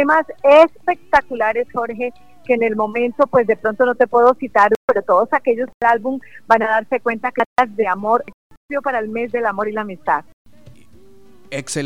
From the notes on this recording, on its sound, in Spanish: Entrevista Telefónica en Heliconia Radio - Casanare Colombia.